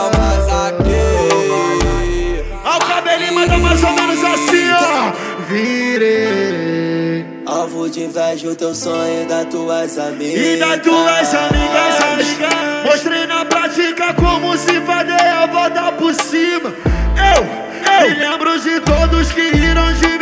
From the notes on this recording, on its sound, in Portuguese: AO VIVO NO BAILE DA SUÉCIA